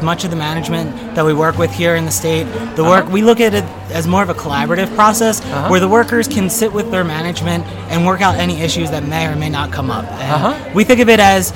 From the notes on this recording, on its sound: From Pa Cannabis Fest. Welcome to the fifth annual Cannabis Festival in Kutztown Pennsylvania, and meet some of the scores of vendors and thousands of attendees.